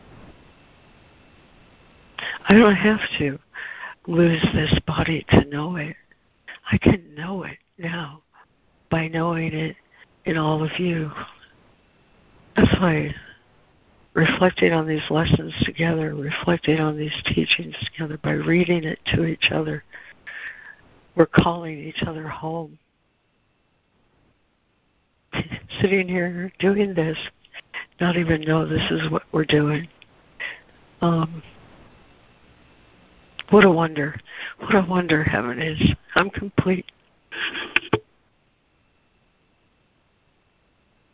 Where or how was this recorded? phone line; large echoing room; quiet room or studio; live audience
phone line